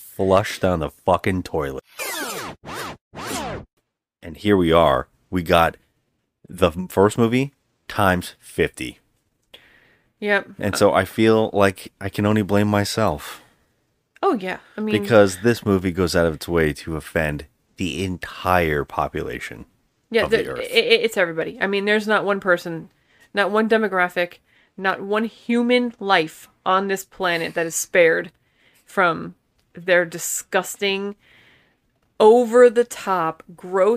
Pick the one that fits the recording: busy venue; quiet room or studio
quiet room or studio